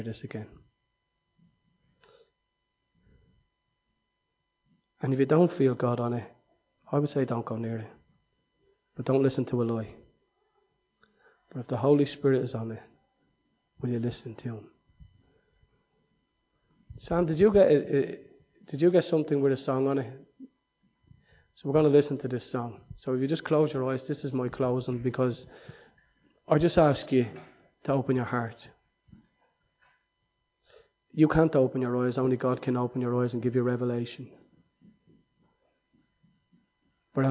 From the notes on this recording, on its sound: Recorded live in Liberty Church in 2019